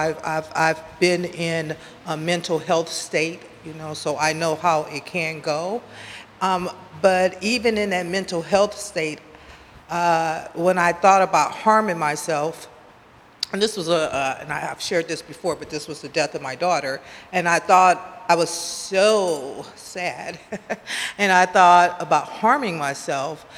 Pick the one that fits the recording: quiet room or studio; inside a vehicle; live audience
live audience